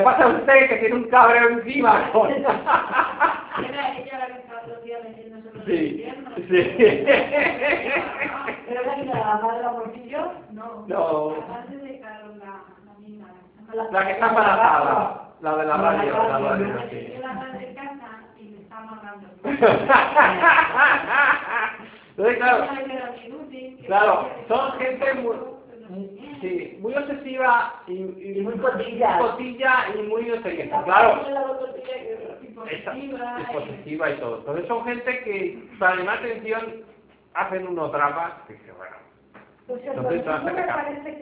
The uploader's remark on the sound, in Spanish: Conferencia dada en el Centro Gnóstico de Carcaixent, Valencia (España) en el año 2010. Para sus alumnos tanto asistentes como a aquellos que están viviendo en otras ciudades.